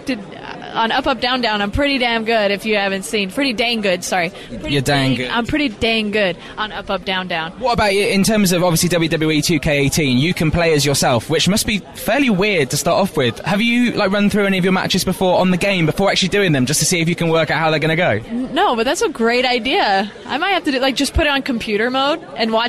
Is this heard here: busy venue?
yes